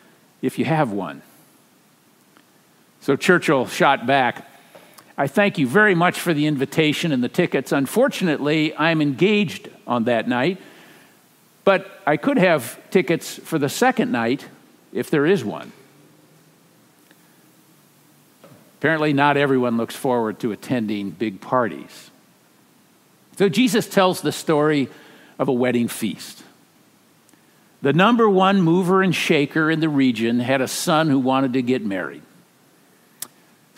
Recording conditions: large echoing room